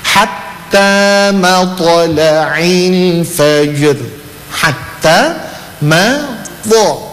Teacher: 3 huruf yang tipis, 2 huruf yang tebal. 2 huruf yang tebal ada pada huruf qaf dan ada pada huruf to. · Term: qalqala